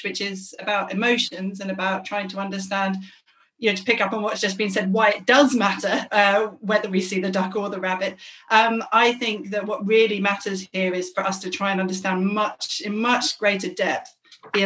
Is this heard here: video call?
yes